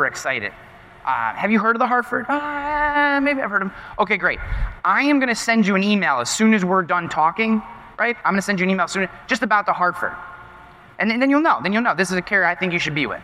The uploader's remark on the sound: This podcast episode is a live recording of my keynote presentation at the One City World Tour event.